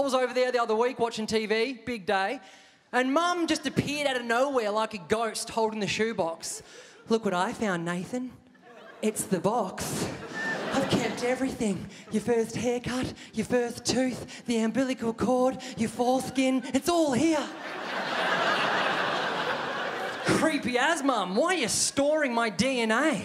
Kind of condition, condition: setting, live audience